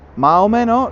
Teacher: la O de menos las pronunciamos un poco más em, abiertas · Term: vocal abierta